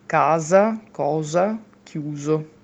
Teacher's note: Nella pronuncia veneta la lettera S si pronuncia come S quando è fra due vocali